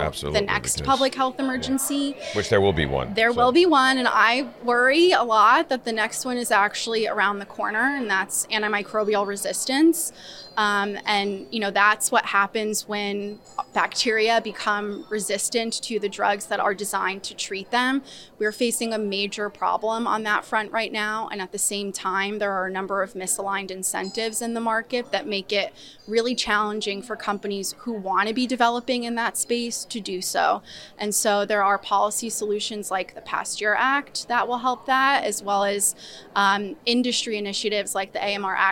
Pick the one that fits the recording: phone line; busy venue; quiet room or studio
busy venue